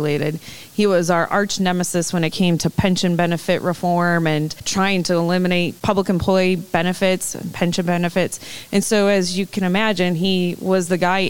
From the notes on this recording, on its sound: This episode was recorded live at the MPFFU Education Seminar that took place at the Suburban Showplace in Novi, Michigan.